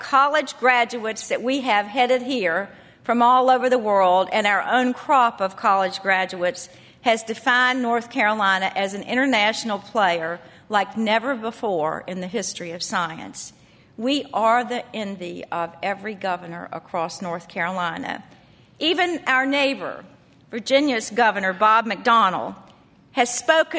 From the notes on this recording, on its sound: Conference Audio